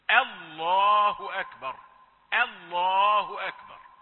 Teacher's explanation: لام لفظ الجلالة هي المفخمة